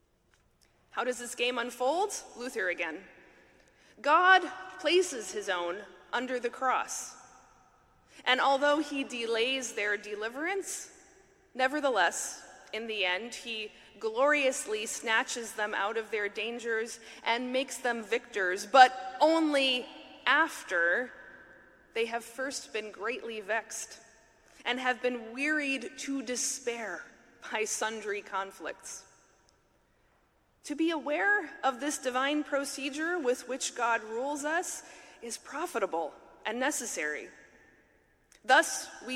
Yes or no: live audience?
yes